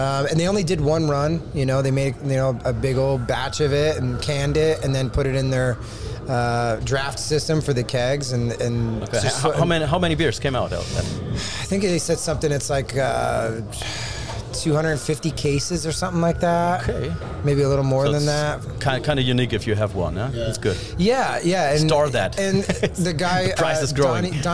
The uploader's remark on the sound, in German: Der Metalkeller hinter den Kulissen eines kleinen aber feinen Festivals. Sonne, See, sehr viel Musik und super Laune. Hinter den Kulissen des Iron Festes in der Westpfalz.